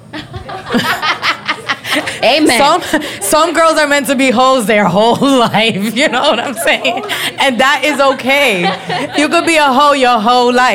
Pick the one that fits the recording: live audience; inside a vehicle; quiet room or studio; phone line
live audience